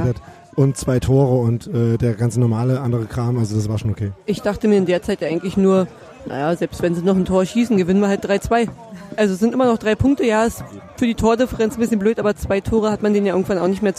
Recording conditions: busy venue